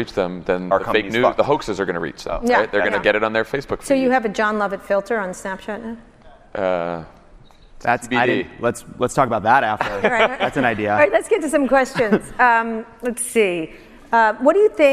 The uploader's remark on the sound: Live at SXSW. In a live interview at South by Southwest 2017.